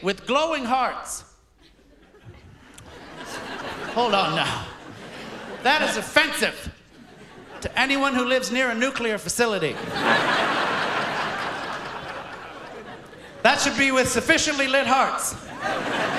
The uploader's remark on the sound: In front of a live audience. Courtesy of The Debaters at a live taping in 2018.